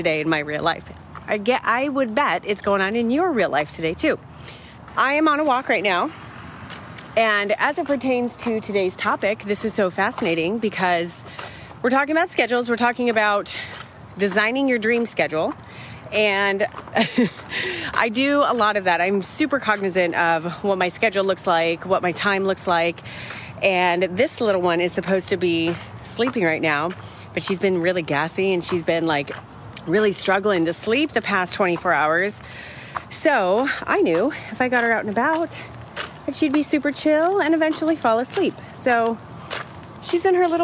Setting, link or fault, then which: fault, sounds in the background